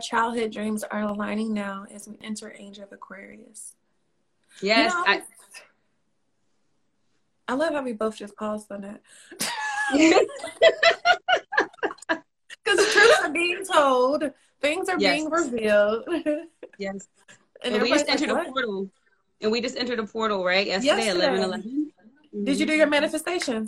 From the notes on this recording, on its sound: a special Instagram Live #WFH edition